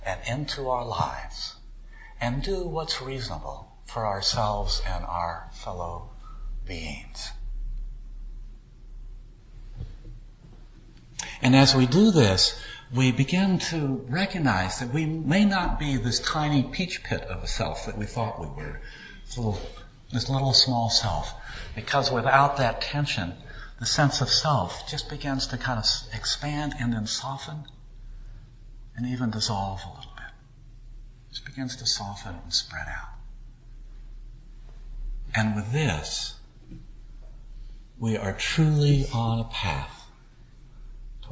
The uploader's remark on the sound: Recorded at a service given by the Unitarian Universalist Society of Sacramento.